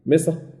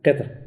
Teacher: فمصر عندهم فيها خلاف، وكذلك قطر فيها خلاف. قلنا الرجح ابن الجزري مصر تفخيم وقطر الترقيق باعتبار أصل حركة الراء